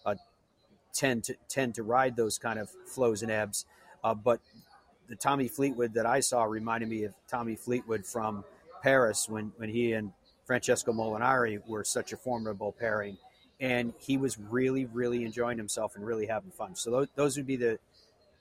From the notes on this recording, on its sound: LIVE from the Ryder Cup. We are live from Rome and the Ryder Cup.